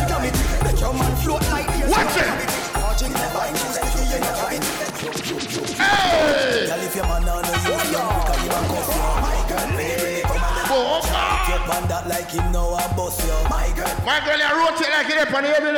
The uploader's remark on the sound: LIVE AUDIO CRACKER BARBER PARTY